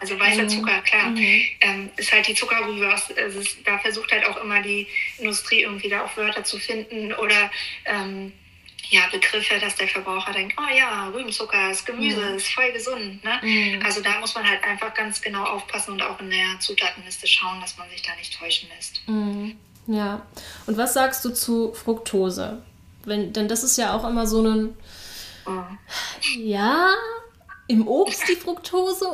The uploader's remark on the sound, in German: bei uns im Instagram Live Interview